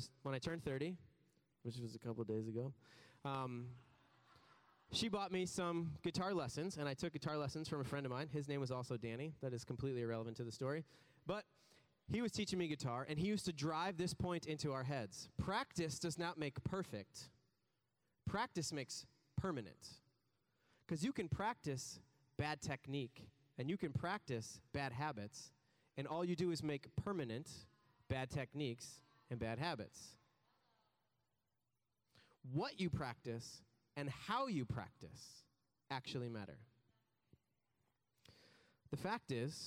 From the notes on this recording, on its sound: preached this message on July 16th at our Downtown community